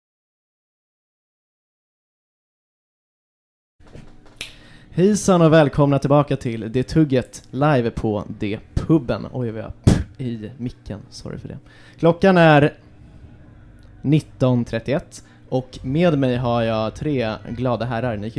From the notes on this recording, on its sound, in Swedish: I detta specialavsnitt så är alla besökare på dpubben inbjudna att delta. Snacket, kvalitén, ljudnivån, promillehalten med mera är högst varierande.